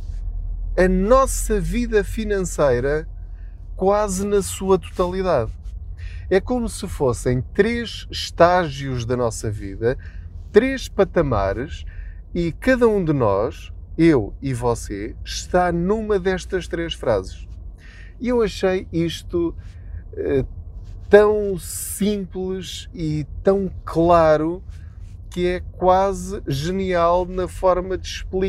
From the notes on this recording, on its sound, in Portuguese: Não ligue aos barulhos da viagem.